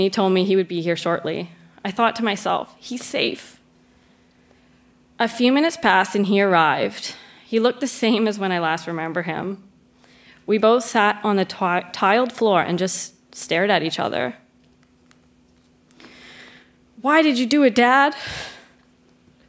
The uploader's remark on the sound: Recorded live at the Rio Theatre in Vancouver.